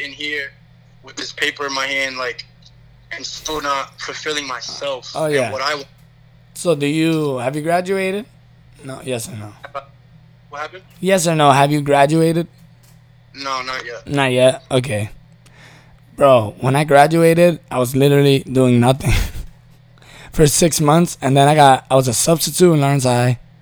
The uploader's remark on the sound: Phone call